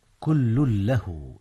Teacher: إدغام تنوين كل في لام له، وهو إدغام بغير غنة. نعم، إذ هي من حروف يرملون.